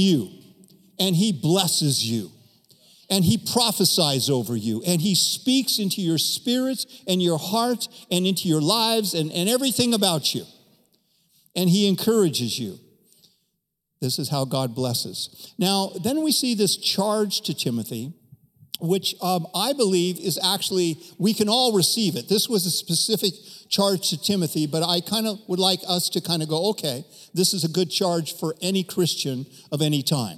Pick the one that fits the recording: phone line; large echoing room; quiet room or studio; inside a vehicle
large echoing room